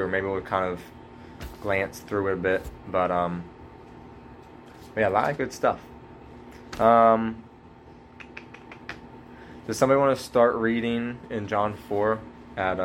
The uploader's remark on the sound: (Please excuse the lesser quality audio on John 1 - 9).